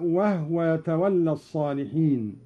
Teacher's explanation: وهو يتولى الصالحين بإسكان الهاء هكذا: وهو يتولى الصالحين.